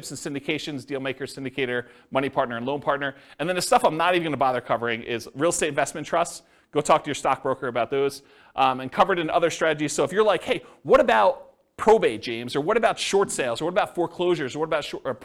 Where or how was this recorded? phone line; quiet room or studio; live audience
live audience